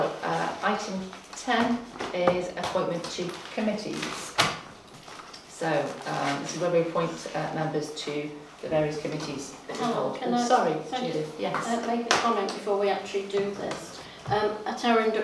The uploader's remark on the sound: Audio recording of Frodsham Town Council Annual Meeting held on Monday 22 May 2023